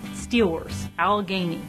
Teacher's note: The L kind of happens in the back of the mouth, sort of.